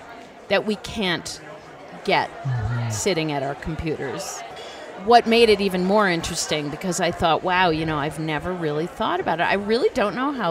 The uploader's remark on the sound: Both conversations are held at the Aspen Ideas Festival, where all of our guests are presenting.